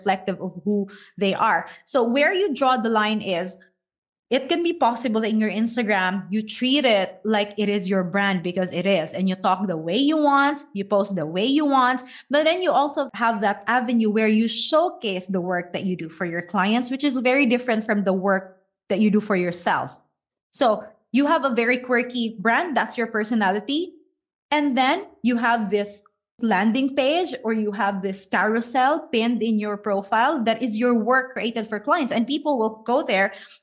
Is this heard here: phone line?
no